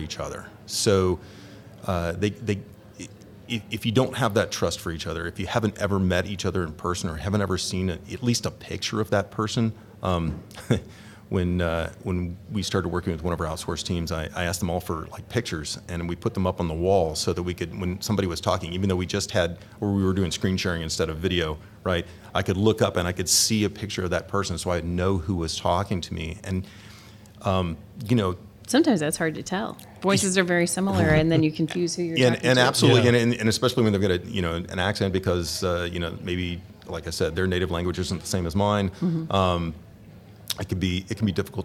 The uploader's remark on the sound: Live From Agile Midwest